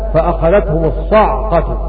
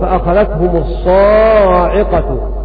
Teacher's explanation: بسكون العين وحذف الألف · Shown in: first take